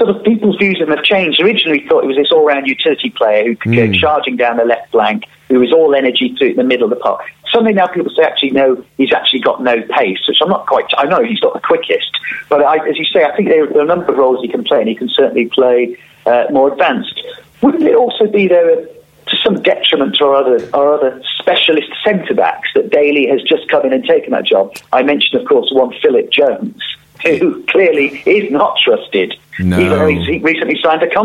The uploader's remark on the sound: telephone host